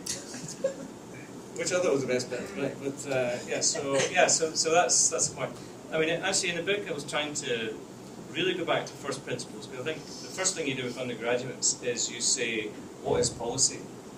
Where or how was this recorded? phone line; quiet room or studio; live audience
live audience